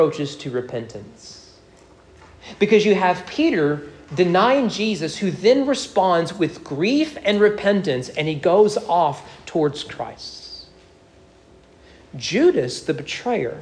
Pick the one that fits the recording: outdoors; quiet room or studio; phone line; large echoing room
large echoing room